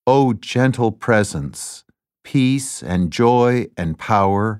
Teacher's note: Interestingly, this is the only one of those 7 poems written in a familiar meter, iambic pentameter, a line of verse with 5 metrical feet, each consisting of 1 short or unstressed syllable, followed by 1 long or stressed syllable